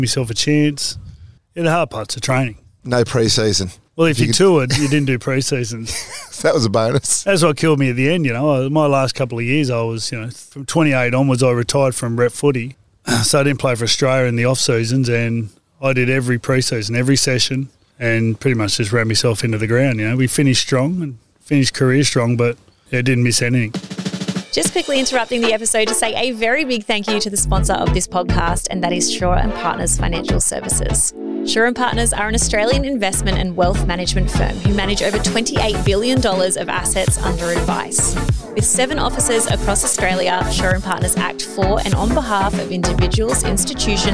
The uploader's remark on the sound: After a workout and some meditation together, we sat outside in the sunshine. This was the type of interview where you kind of forget that the microphones are there and everything is recording.